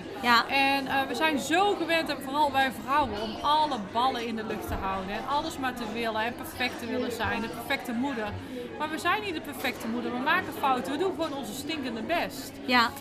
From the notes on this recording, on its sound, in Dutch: live op haar boeklancering